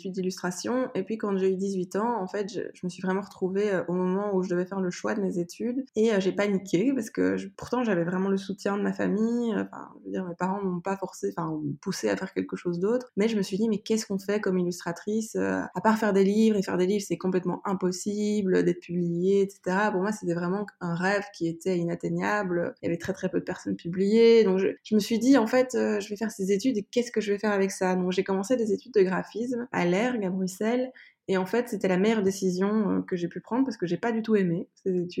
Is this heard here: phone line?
no